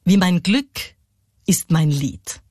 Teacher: Da haben wir vorne zweimal die unbetonten Geschichten und dann das betonte Wort. · Term: Anapest